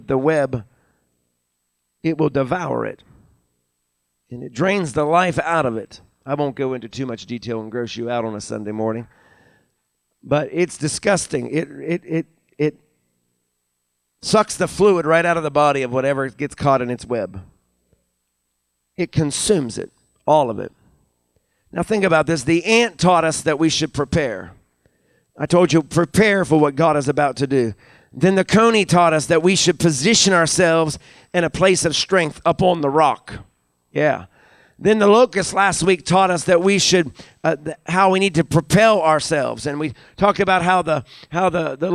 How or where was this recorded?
large echoing room